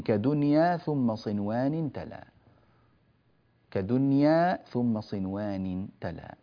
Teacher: تظهر فيها النون إظهارا مطلقا، يعني لأن هذا الإظهار ليس إظهارا شفويا ولا إظهارا حلقيا، هذا يسمى إظهارا مطلقا، هو الأصل في الكلام.